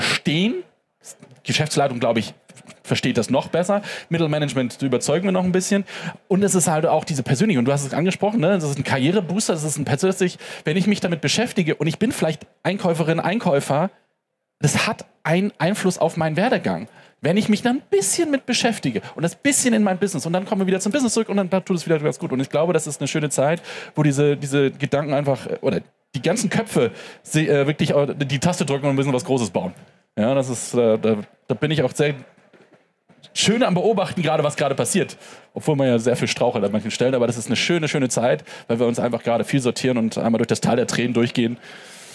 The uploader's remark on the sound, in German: auf der Bühne der Frankfurter Buchmesse